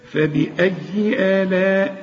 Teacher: فبأي آلاء، آلاء بمد الهمزه الاولى حركتين، انما المد بتاعت آلاء ده مد واجب، لازم تمد أربع حركات